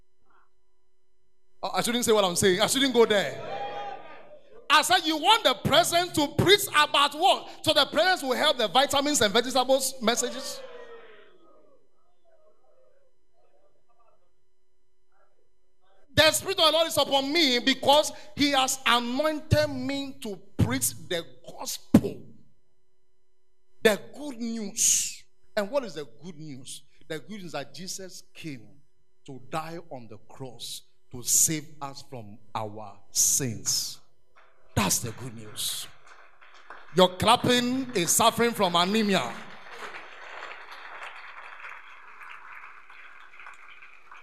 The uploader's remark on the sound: Preach at The Art of Evangelism Conference